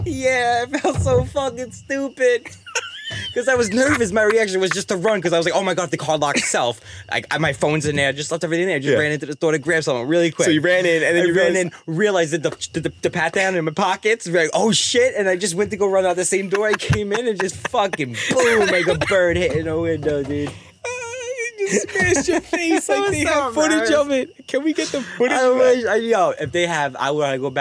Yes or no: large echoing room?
no